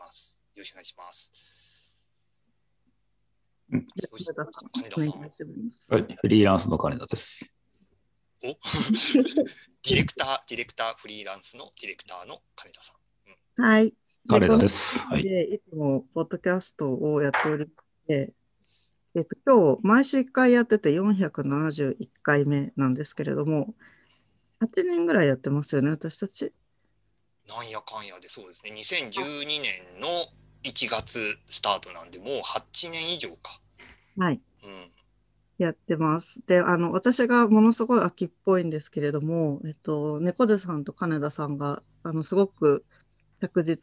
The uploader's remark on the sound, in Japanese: ClubhouseとZoomで同時収録